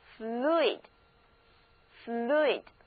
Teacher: The nextone，下一个是 fluid，fluid，F-L-U-I-D，这个单词大家看，就是在词根 F-L-U-D 后面加上 I-D 这个后缀， I-D 也是一个形容词后缀，那加在表示流的这个词根的后面，所以 fluid 的意思就是流畅的、流动的。注意字母 u 和 i 要分别发音， u 要发长的 u，而 i 要发短促的 i